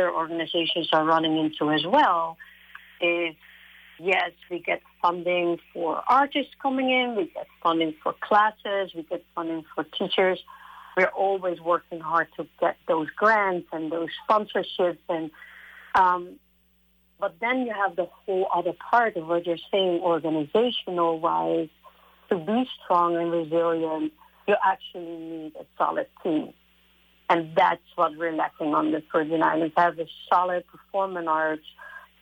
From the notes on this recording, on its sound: Broadcasting from St Thomas. Speaks on the phone.